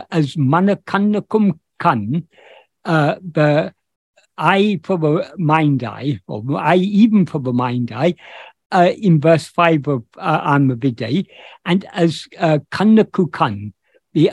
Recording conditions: video call